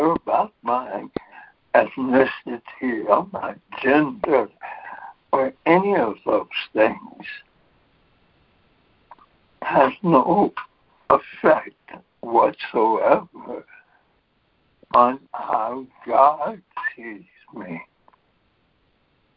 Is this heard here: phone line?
yes